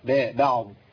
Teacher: لكن بعض لا ما تفخميش الباء